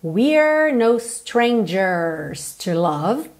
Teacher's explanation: Atenção aí para letra R com a língua enrolada